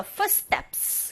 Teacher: Foot 아니고 foot, foot 이렇게 긁어주시고 foot, T 소리 자체가 약하게 들리고 footsteps, 이때 s, t 이 부분에서 t는 된소리 현상이 일어나죠